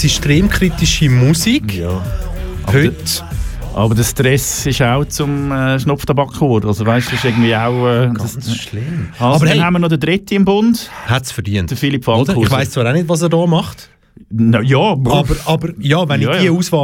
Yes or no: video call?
no